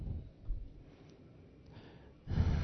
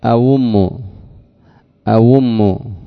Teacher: التحقيق أي النطق بالهمزتين من مخرجها المعتاد، أؤم أئن تحقيق المخرج عند النطق بالهمزة كما تنطق بأي همزة.